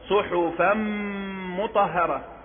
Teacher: التنوين أدغم في الميم فأصبح ينطق على كأنه ميم مشددة · Term: الإدغام بغنة